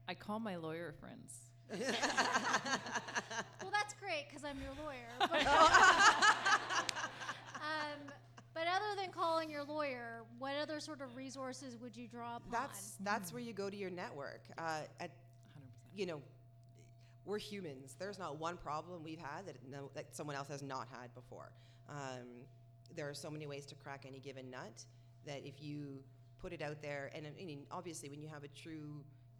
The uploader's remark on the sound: LIVE Episode. It is our first LIVE podcast recording.